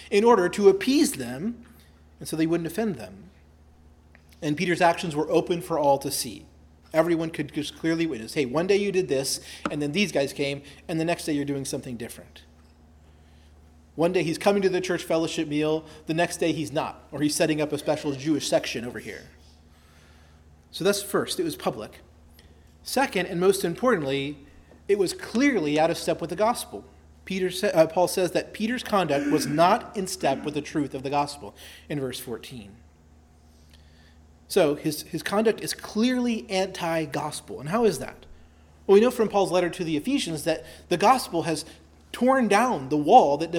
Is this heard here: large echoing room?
yes